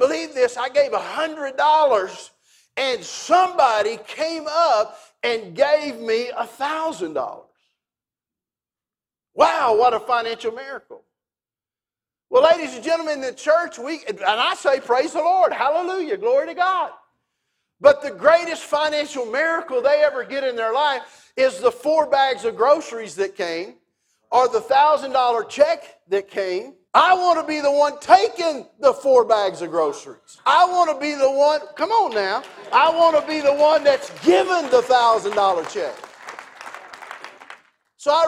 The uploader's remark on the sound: This teaching is an excerpt from our 2020 WealthBuilders Conference